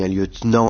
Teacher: un lieutenant accent sur nan, un colonel accent sur nel